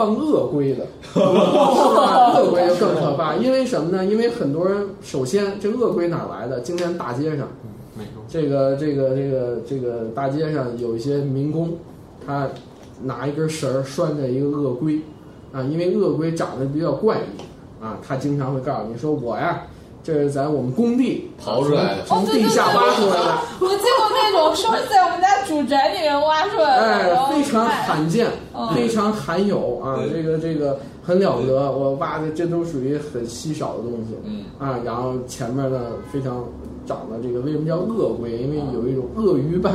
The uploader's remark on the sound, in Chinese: 本期节目为在张大妈办公区用录音笔录制，可能有街道上的杂音，请见谅。